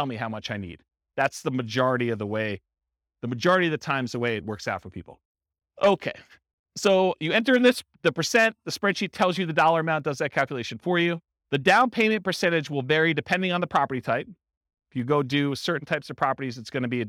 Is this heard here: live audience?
yes